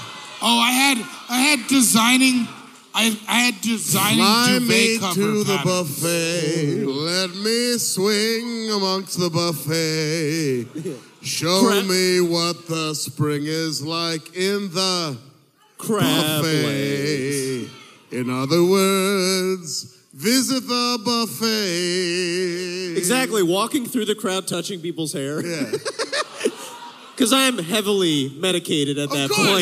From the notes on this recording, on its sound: ITS ALL THE WAY LIVE IN SAN FRANCISCO! This was recorded live at The Great American Musical Hall in San Francisco.